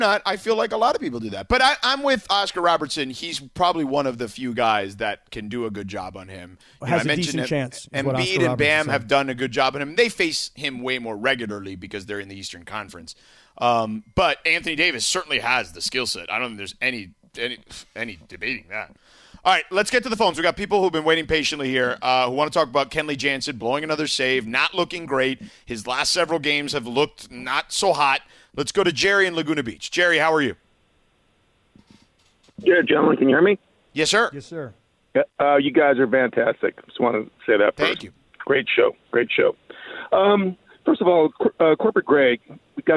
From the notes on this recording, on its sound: The phone lines continue to light up and share their opinions.